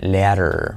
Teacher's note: La D de escalera se convierte en una R suave